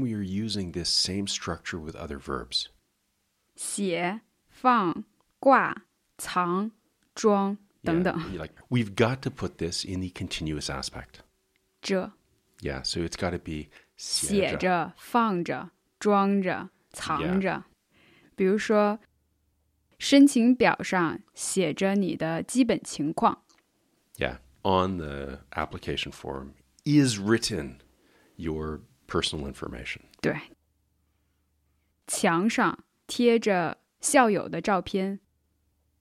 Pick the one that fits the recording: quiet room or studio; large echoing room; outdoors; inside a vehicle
quiet room or studio